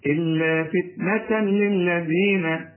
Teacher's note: فتنة تنوين، وبعد التنوين لام ما تغنش، إدغام كامل بدون غنة، إلا فتنة للذين، طلع لسانك في كل ذلك.